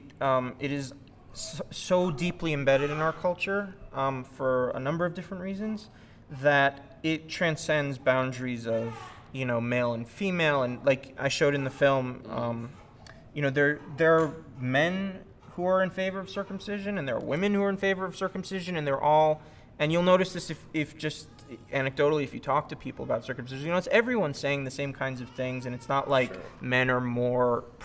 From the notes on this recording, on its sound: This is a recording of the Introduction and Q&A around the second screening of the Cut Tour. This screening took place at the Covenant United Methodist Church in Albuquerque.